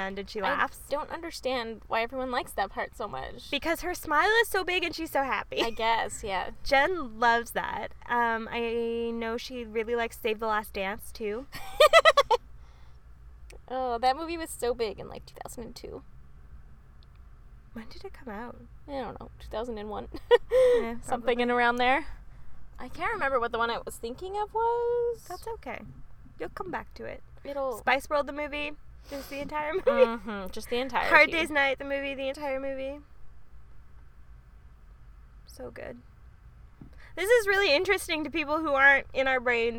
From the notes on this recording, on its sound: Two best friends sat in the car and chatted.